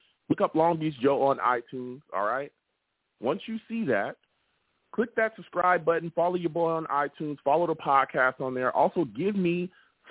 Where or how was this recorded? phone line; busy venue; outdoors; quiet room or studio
phone line